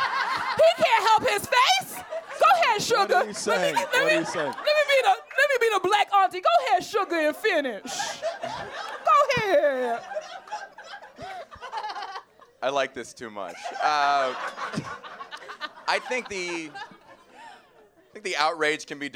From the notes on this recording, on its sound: this ‘LIVE at Union Hall’ edition of On the Chopping Block!